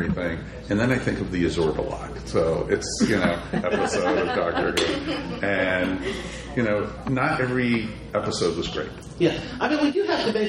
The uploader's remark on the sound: Recorded live in front of a live audience at Con Kasterborous. Thanks to all who came to the panel.